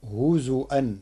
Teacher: قرأ ورش كلمة هزوا بهمز الواو على لغة بعض القبائل العربية